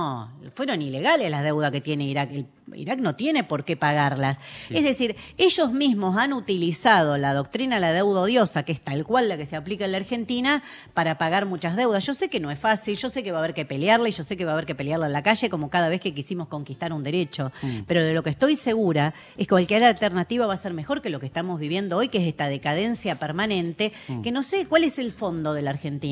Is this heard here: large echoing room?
no